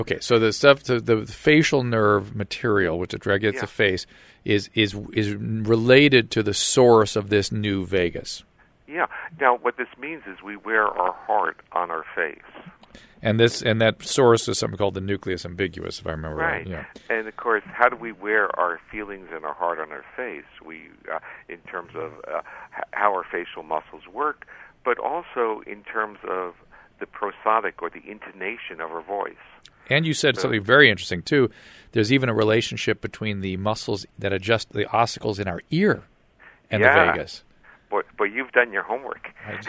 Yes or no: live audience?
no